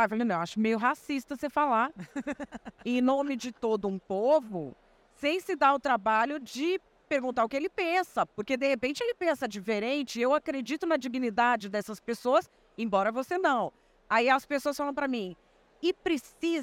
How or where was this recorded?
busy venue